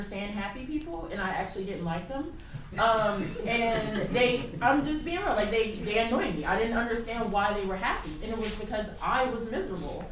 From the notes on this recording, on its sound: Live: At Harlem Heritage Center. We had the opportunity to do a live episode.